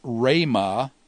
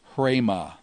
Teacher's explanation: So it's rhema, not hrema. You don't add an H sound to the beginning of a rho initial word. · Shown in: first take